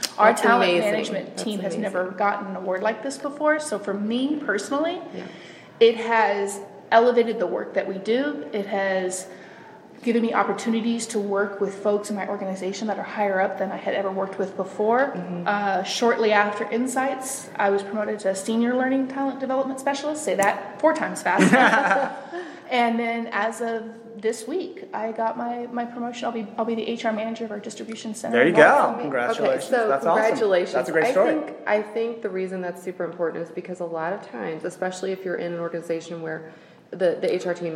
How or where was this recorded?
busy venue